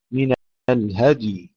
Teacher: وأتم الحج والعمرة، والعمرة ترقيق التاء، فإن أحصرتم، هنا ترقيق الراء، أحصرتم فما استيسر، ما استيسر ترقيق السين تفخيم الراء، من الهدي، نحافظ على سكون الدال وسكون الياء وإظهارها